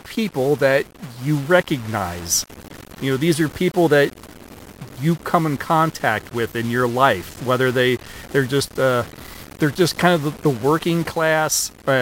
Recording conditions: poor sound quality